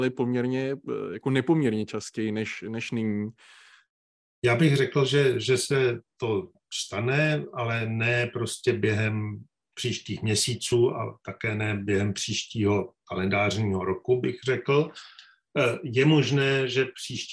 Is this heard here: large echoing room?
no